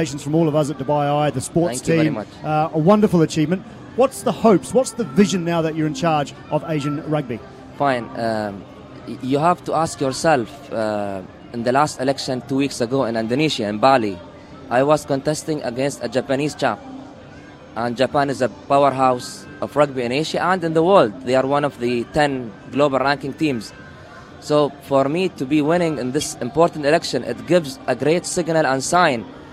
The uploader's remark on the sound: The Grill Live at Rugby 7s. The event to remember is celebrating its 50th anniversary of bringing nail-biting action, great crowds, a party atmosphere, and top class entertainment all together.